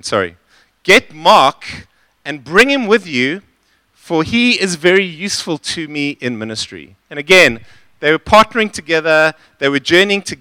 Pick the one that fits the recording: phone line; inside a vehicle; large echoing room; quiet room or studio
large echoing room